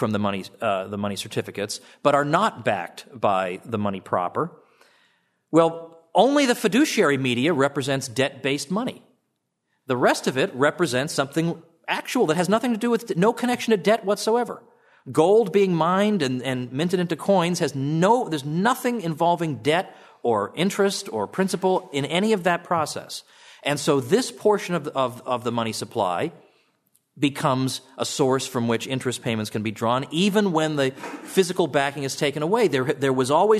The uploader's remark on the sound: From the session on "Monetary Theory and Policy," presented at the Austrian Economics Research Conference. At the Ludwig von Mises Institute in Auburn, Alabama.